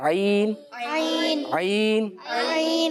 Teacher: حلق کے جو درمیان کا حصہ ہے نا، یہاں سے دو حروف ادا ہوتے ہیں، عین اور ہا · Term: حلق کے درمیانی حصہ